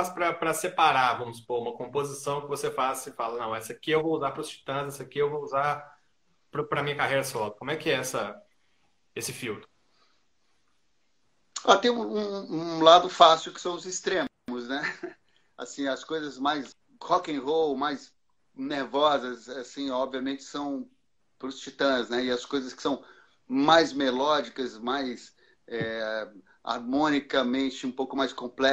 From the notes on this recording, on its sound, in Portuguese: ao vivo no instagram da Alvorada FM